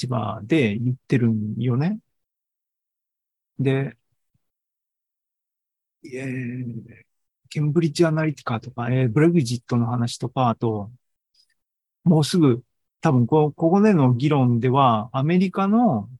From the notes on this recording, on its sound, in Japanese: ２０２３年８月２６日に開催した ZOOMライブの模様です